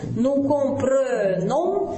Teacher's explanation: Буква у нас это читается же как «Э», носового нет, слог открытый, губы вперед бантиком